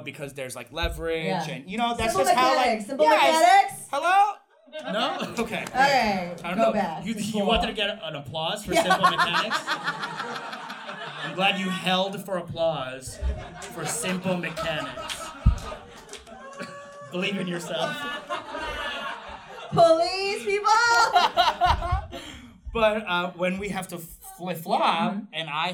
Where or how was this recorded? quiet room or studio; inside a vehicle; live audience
live audience